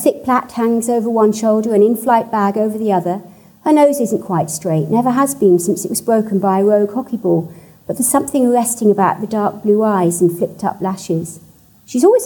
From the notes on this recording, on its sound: at the 2021 Marlborough Book Festival